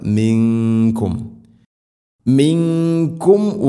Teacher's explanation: ഇഖ്ഫാവും ബിഗുന്ന അവ്യക്തമാക്കി മണിക്കണം